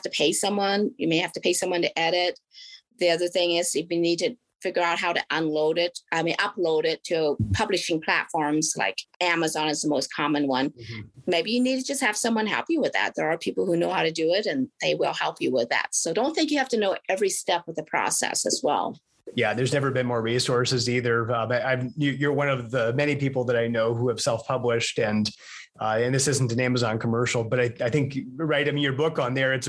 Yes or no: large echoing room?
no